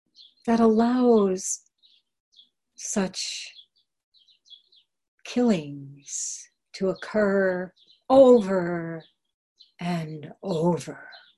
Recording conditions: video call